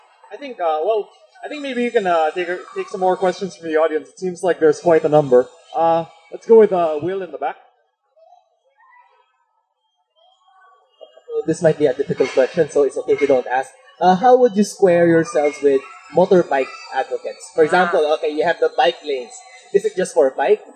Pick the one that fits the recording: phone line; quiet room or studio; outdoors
outdoors